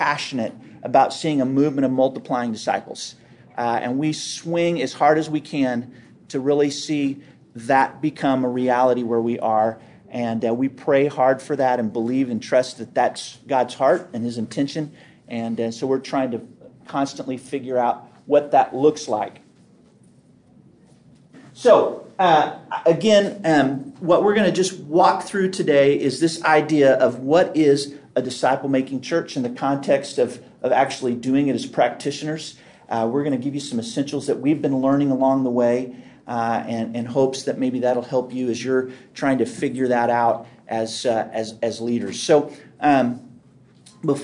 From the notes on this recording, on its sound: This episode is from Impact Discipleship Ministries, recorded at the National Disciple Making Forum.